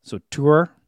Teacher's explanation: it would be with a front rounded vowel like a German umlaut